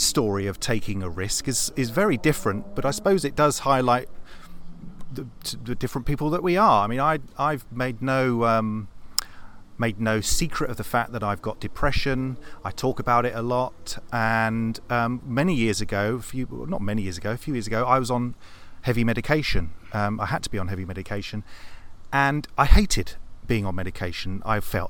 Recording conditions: outdoors